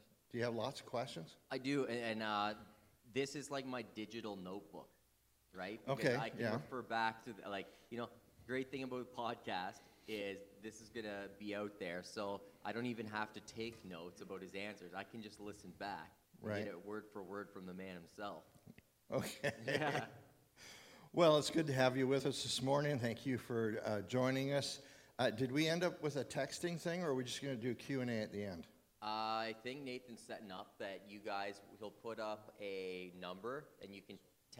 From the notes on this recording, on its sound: Live episode. During the men's breakfast. Was here at Verity church.